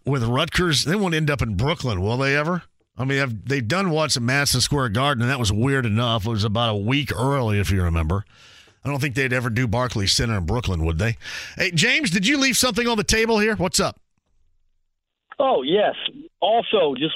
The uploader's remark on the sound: Fans submit questions and comments online! Opens the phone lines to take some calls. The first hour wraps up with some question and comments from listeners online and through the phones! He also takes some calls from listeners!